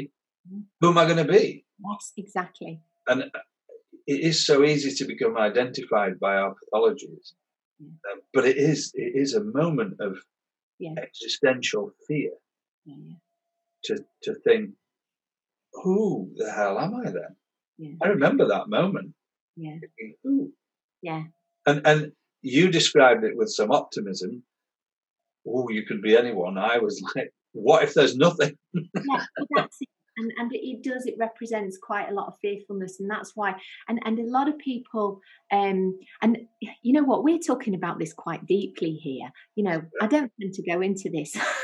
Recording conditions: video call